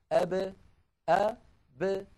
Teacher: يعني قلنا بأن العرب بدل أن يقولوا أب إذا سكنت الباء يقولون أب أ ب، فيخرجون الباء بالتباعد بين الشفتين لا بالتصادم بينهما، دون أن يصاحب ذلك انفتاح للفم، لأنه لو صاحبه انفتاح لانفتحت الباء ب، ودون أن يصاحب ذلك انضمام للشفتين، لأنه لو صاحب ذلك انضمام للشفتين لانضمت الباء بو، ودون أن يصاحب ذلك انخفاض للفك السفلي، لأنه لو صاحب ذلك انخفاض للفك السفلي لانكسرت الباء بي. · Term: القلقلة